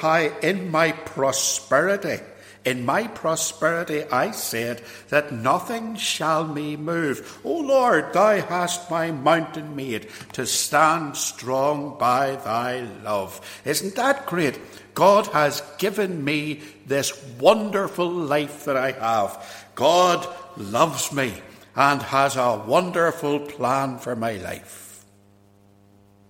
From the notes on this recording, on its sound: This sermon was preached at Ballymacashon and Templepatrick Reformed Church, and was recorded at Templepatrick.